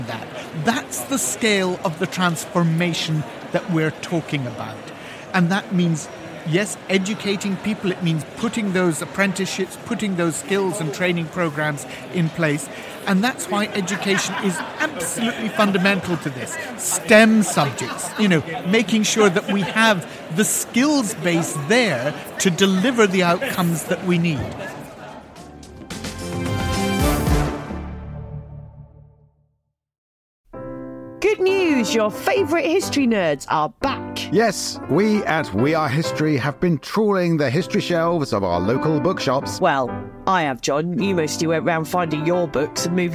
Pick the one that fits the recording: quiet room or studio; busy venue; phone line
busy venue